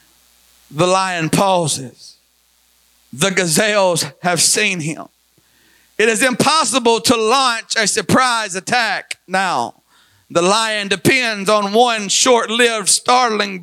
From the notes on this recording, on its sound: Recorded at Life Apostolic Church of Madisonville, KY.